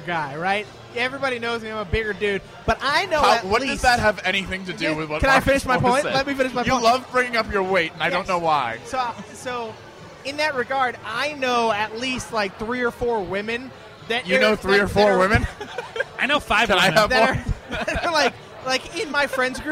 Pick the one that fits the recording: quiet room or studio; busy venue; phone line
busy venue